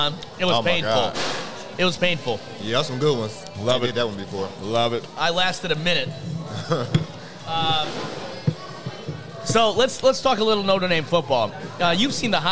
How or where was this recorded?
busy venue